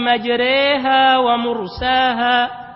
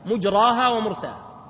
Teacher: حفص قرأها بمجريها فتح الميم والإمالة في الراء · Shown in: first take